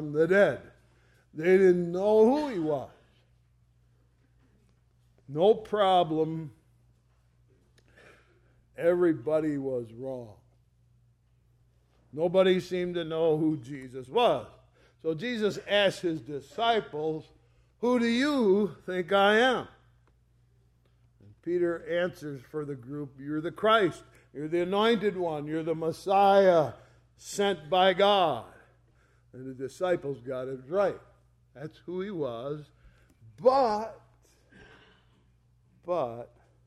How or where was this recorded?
large echoing room